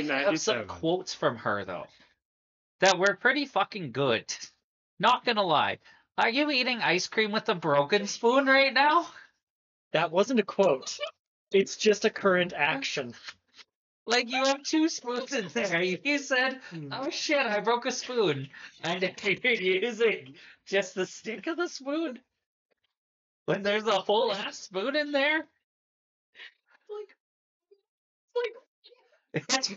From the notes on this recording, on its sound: I apologize for the audio quality we were testing out some new settings